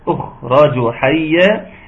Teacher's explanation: أخرج الخاء ناخد بالنا من التفخيم بتاعها، وناخد بالنا من جريان الصوت اللي فيها، أخرج حيا، لأنها مش من الحاجات اللي بيتقطع فيها الصوت، اللي هي أجد قط بكت.